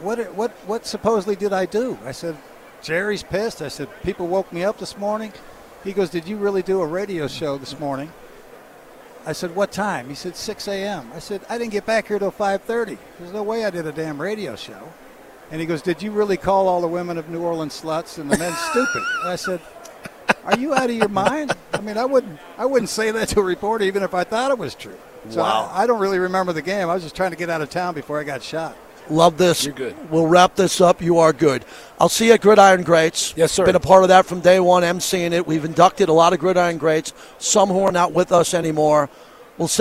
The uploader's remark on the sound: LIVE FROM RADIO ROW